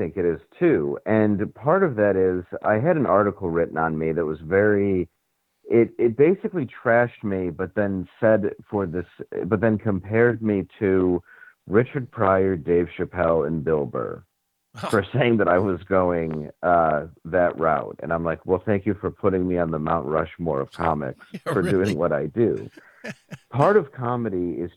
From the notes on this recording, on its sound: called